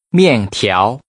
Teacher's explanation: Using a falling and a rising tone, say noodles.